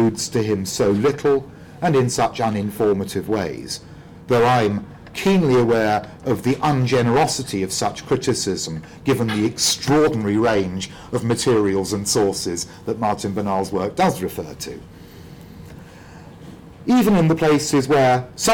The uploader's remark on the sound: speaking at the African Athena conference